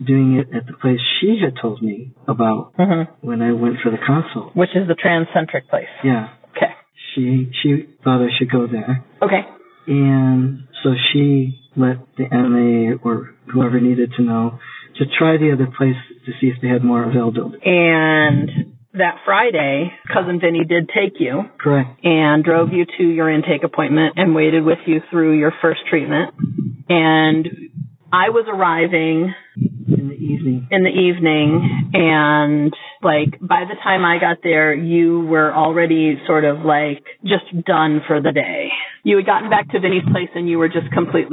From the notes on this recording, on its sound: Audio quality was a challenge this week.